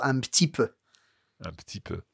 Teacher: you're bound to skip the E after the P